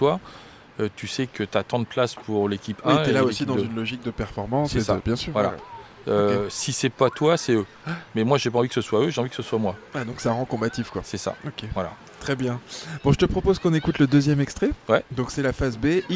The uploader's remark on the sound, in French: Enregistré cette fois sur la plage de la Boirie à St Denis d'Oléron. La Buvette de la Plage, une institution du nord de l'île.